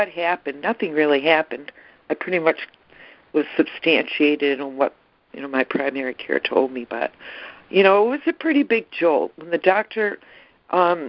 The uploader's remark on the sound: ACIM Daily Conference Call